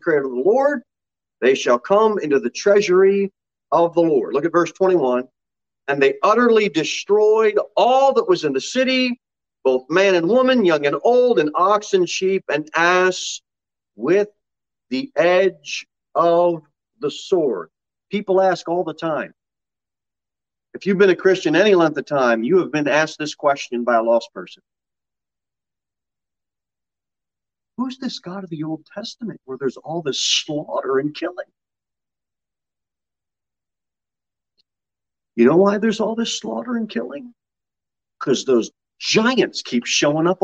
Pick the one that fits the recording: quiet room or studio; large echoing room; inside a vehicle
large echoing room